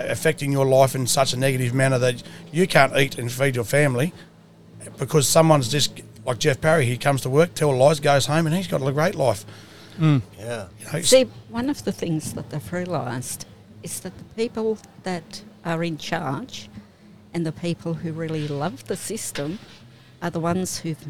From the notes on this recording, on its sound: Recorded from the Bogan Media Mobile Studio van during the Worldwide Rally for Freedom at the Supreme Court Gardens in Perth Western Australia